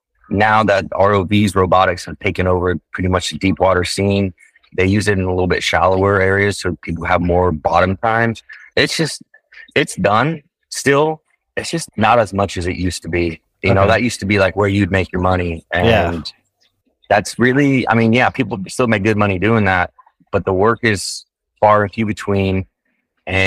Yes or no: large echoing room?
no